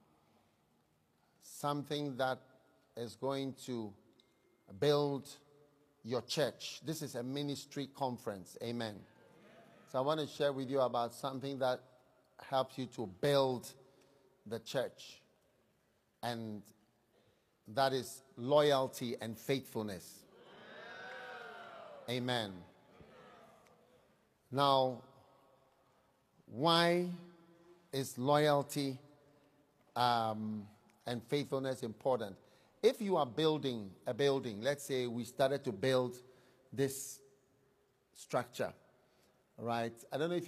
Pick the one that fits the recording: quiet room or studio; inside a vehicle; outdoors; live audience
live audience